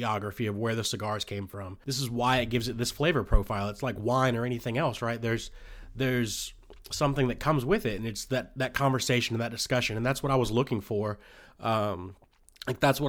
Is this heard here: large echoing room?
no